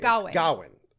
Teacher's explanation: And you put the emphasis on the first syllable